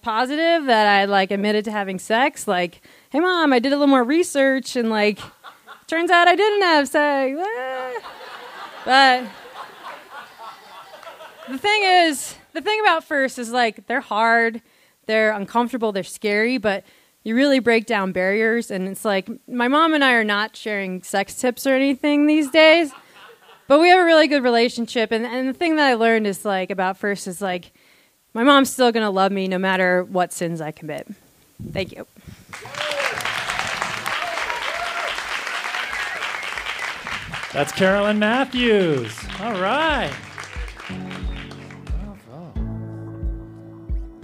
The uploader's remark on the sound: This story was recorded live on September 16, 2015 at Buntport Theater in Denver, Colorado.